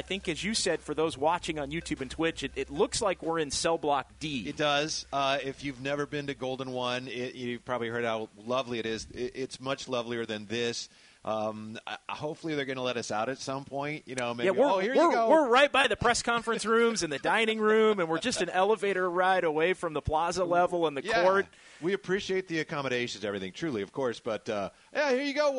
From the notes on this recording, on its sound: live from The Golden 1 Arena.